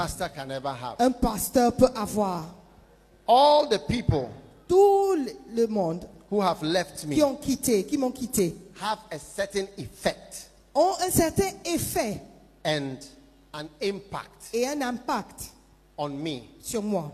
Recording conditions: live audience